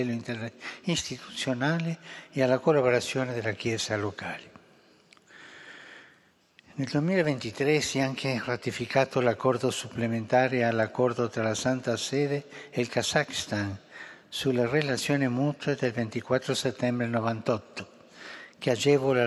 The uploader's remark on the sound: FROM THE HALL OF BENEDICTIONS. AUDIENCE TO THE MEMBERS OF THE DIPLOMATIC CORPS ACCREDITED TO THE HOLY SEE.